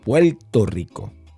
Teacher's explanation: El boricua antes de una consonante, si está una R ahí, no la pronuncia la R.